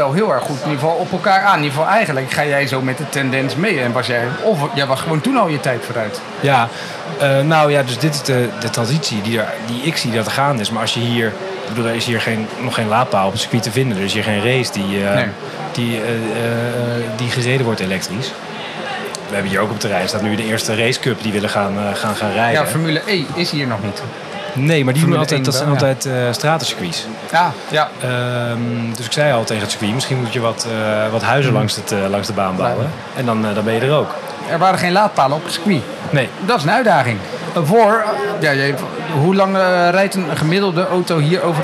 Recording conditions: busy venue